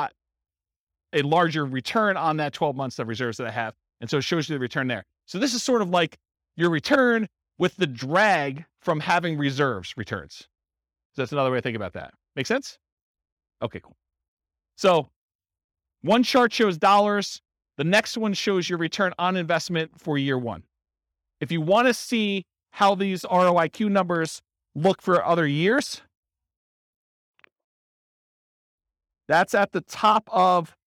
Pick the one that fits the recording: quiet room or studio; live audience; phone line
live audience